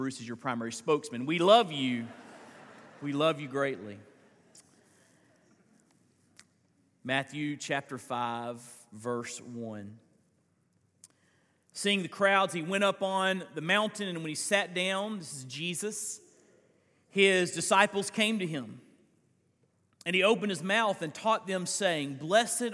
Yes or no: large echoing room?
yes